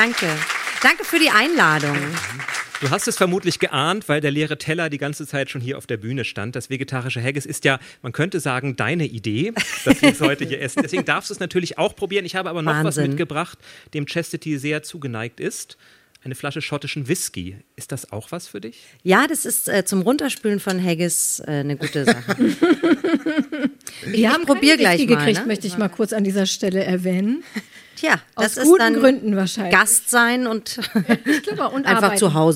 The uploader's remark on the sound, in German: Diesmal mit Live-Publikum auf Kampnagel in Hamburg. An einem lauen Sommerabend fand die erste öffentliche Podcast-Aufzeichnung statt.